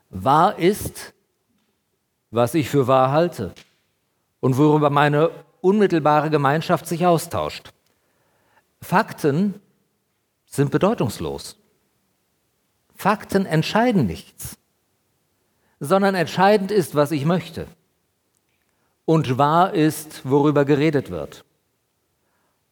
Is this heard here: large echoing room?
yes